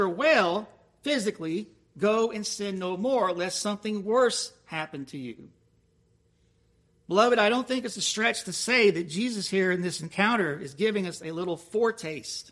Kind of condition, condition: setting, large echoing room